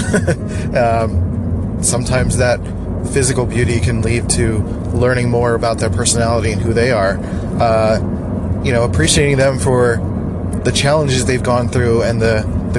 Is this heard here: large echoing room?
no